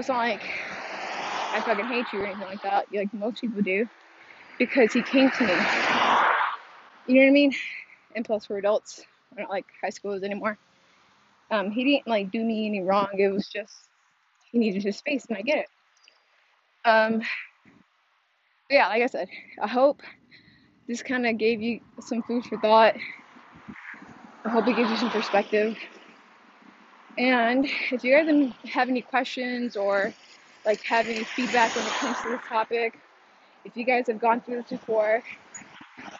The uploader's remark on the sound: I recorded while I was walking home from the gym, cara are loud and I had headphones.